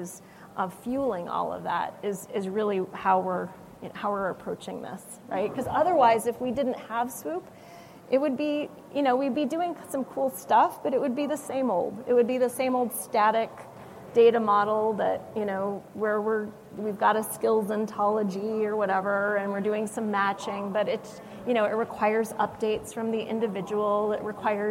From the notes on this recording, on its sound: Live with SAP from the HR Technology Conference